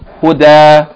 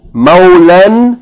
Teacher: if you stop or pause on it, you pronounce it as a long vowel sound, A-A. · Shown in: first take · That is, as a normal two-count med.